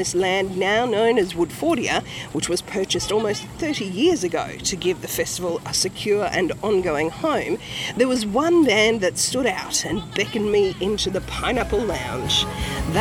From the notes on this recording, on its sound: This episode of Streets of Your Town comes to you from the streets of the renowned Woodford Folk Festival, an annual gathering in the week leading up to New Years Day that transforms this peaceful rural idyll into a thriving community of more than 130,000 people, larger than the nearest Sunshine Coast town of Nambour.